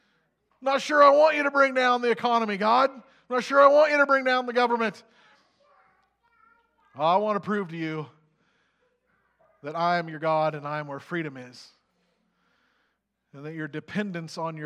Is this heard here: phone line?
no